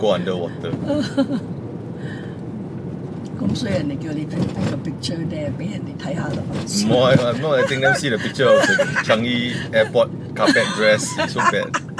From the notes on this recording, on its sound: Conversations in the Car. Chats in the car, on a Sunday morning, with mom, my wife, and my son.